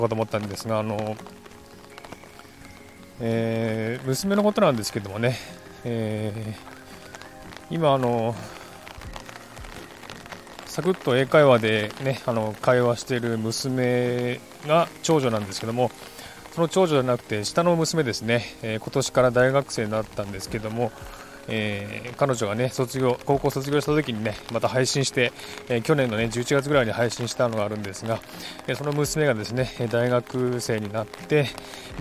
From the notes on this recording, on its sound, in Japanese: 雨の中を歩きながら、傘の雨の音をバックに。この配信の最後は、しばらく雨の音をお楽しみください。